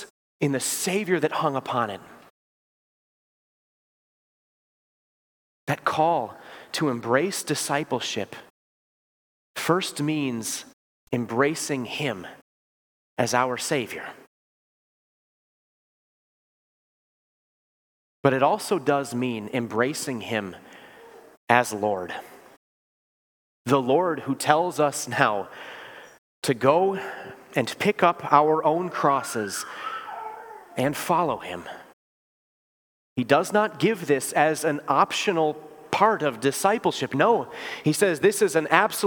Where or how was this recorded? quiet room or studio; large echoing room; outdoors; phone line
large echoing room